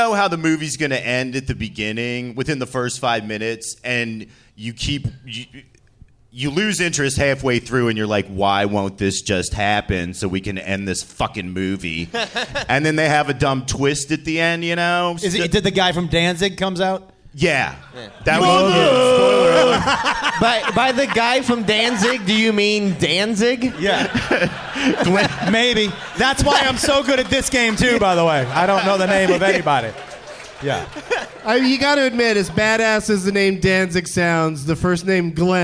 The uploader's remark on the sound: Live in Portland